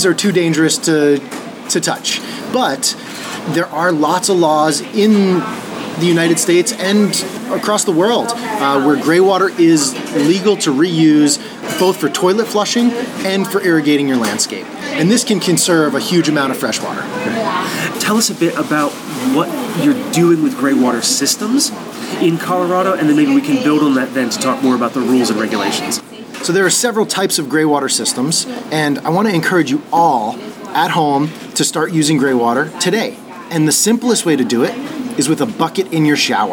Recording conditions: busy venue